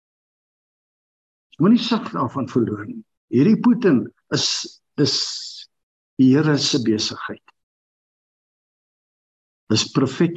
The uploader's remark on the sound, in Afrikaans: Manne van die Woord Zoom Byeenkoms 17 Maart 2022